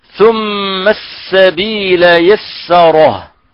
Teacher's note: حرف السين يعني كذلك يخرج من بين رأس اللسان مع صفحة الثنايا السفلى بعد الصاد، يعني مكانا مخرجا، كقوله تعالى: ثم السبيل يسره.